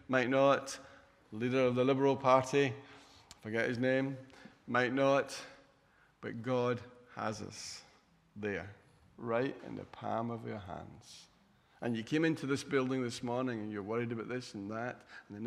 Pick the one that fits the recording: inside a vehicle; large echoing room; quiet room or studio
large echoing room